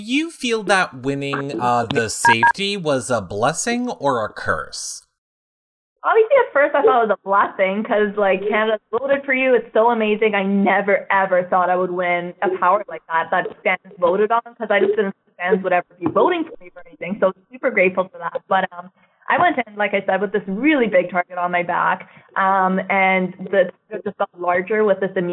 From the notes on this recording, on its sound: This is our phone interview